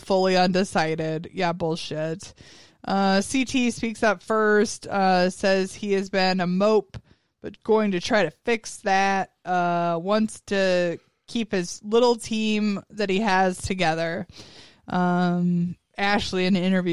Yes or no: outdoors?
no